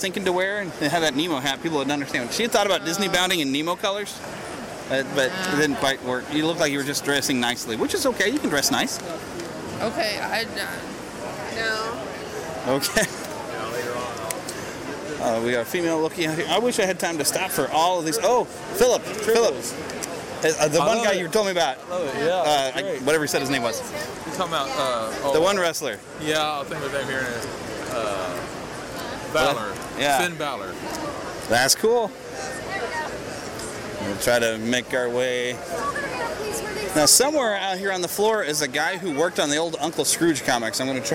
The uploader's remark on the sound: We are live from Planet Comicon 2016 in Kansas City! Had a fantastic Q and A panel and we have the audio for you.